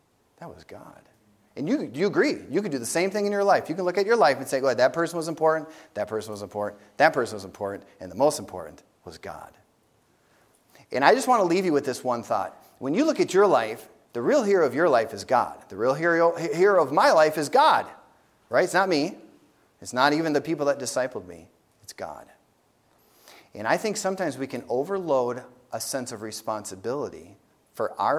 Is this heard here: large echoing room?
yes